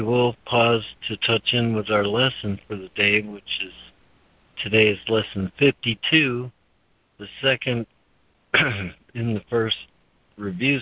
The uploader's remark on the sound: ACIM Daily Conference Call.